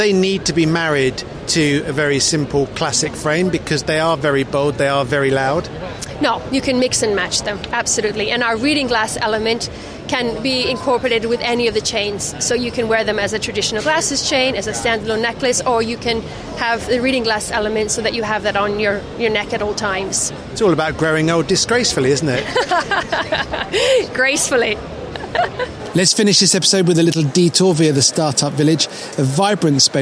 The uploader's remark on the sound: "live" from Silmo Paris 2023. Right from the heart of Silmo 2023. He stops off at the Startup Village.